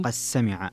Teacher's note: فيها الدال مع السين، فيها الإدغام الصغير لأبي عمرو